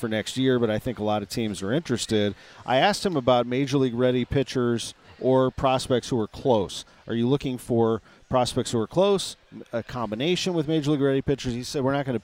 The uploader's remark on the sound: live from Cardinals Nation inside Ballpark Village